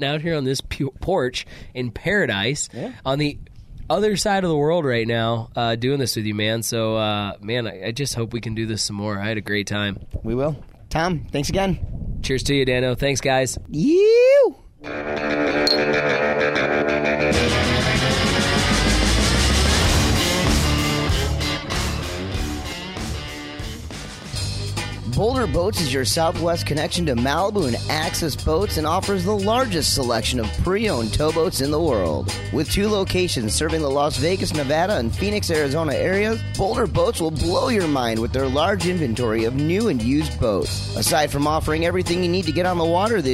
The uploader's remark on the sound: The episode was recorded at Camsur Watersports Complex in the Philippines during the 2016 WWA WakePark World Championships. An “Audio Montage” with New Years Resolutions from riders and spectators at the 2016 OWC Slider Spectacular in Orlando, Fl.